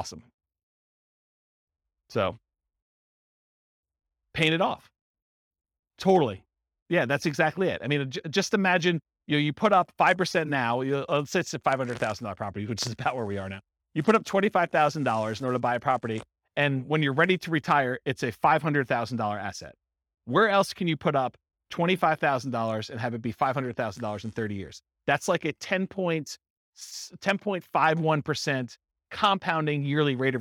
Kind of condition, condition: setting, live audience